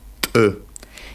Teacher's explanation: При произношении осетинского Т органы речи принимают такое же исходное положение, что и при произношении русского Т, то есть кончик языка прижимается к верхним зубам, образуя более энергичный затвор. Одновременно предельно усиливается давление находящегося в полости рта воздуха на затвор.